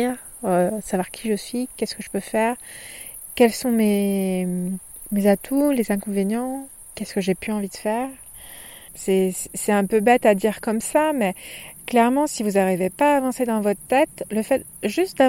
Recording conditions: outdoors